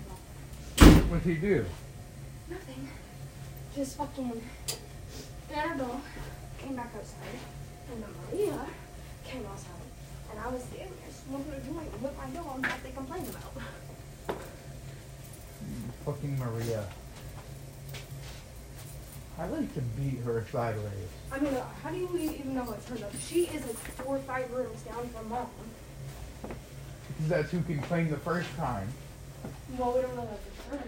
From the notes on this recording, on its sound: my microphone broke